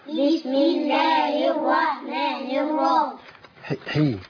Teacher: لام شمسية مضغمة في الراء المفتوحة